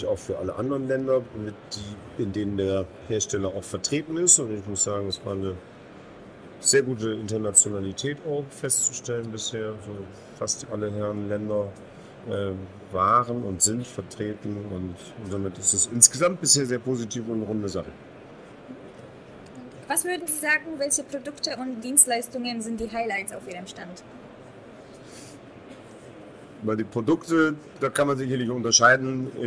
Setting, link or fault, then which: setting, busy venue